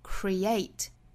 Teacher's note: 这个单词有两个音节读起来呢要注意重音在后面所以是 da create raise children to create a positive inclusive connected